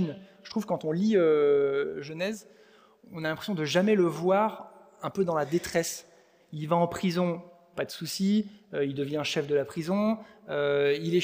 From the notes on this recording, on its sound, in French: Enregistré à l'église CVV, le 14/05/2023